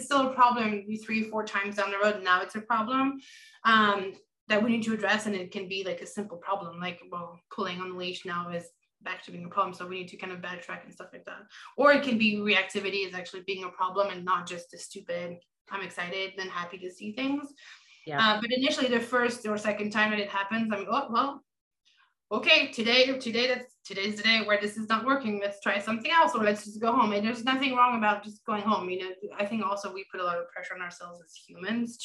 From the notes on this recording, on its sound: Recorded Webinar